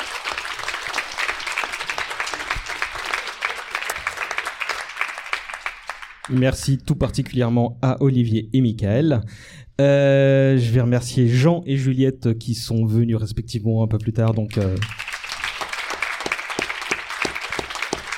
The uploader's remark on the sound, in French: Cet épisode a été organisé avec ce collectif d’artiste dans le cadre du #PrintempsDesMousquetaires, événement qui se compose de cette émission qui a été enregistrée en public. Cet épisode a été enregistré au Majestic Passy , cinéma situé au 18 Rue de Passy, dans le 16ème arrondissement de Paris.